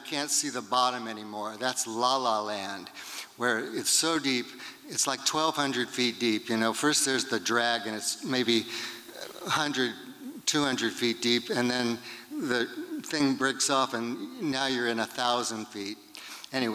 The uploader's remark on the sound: 2023 FPG-Liberty Theatre-Friday Night. Recorded at the Liberty Theatre on Friday, February 24th, 2023.